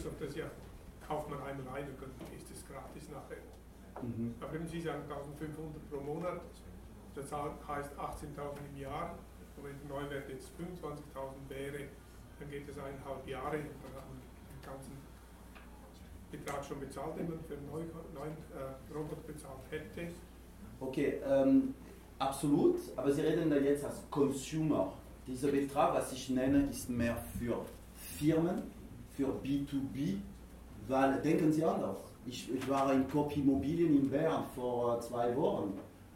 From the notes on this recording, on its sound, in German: Prakriti Unternehmerfrühstück LIVE AUFZEICHNUNG. Eine Liveaufzeichung des Prakriti Unternehmerfrühstücks. Die über 30 Investoren und Unternehmern durch einen interessanten Morgen mit wechselnden Gästen führt.